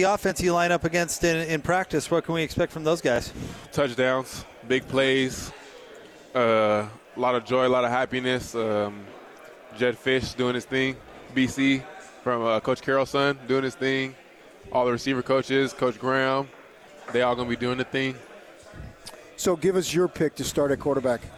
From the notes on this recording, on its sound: LIVE from Pac-12 Media Day in Los Angeles, CA.